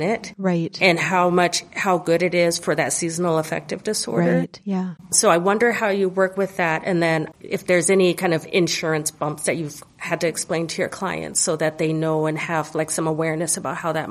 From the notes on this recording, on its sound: Recording in front of an audience at the Twin Cities Marathon expo, the hosts hop right into the conversation with the guest.